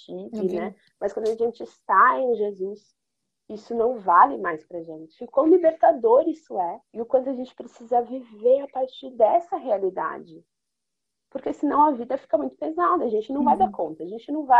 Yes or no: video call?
yes